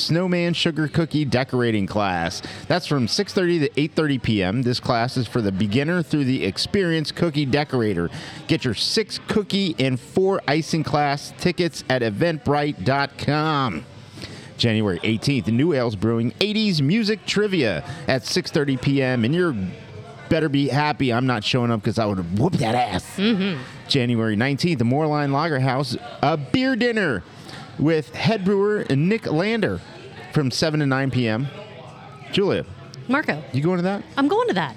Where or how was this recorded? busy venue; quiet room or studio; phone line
busy venue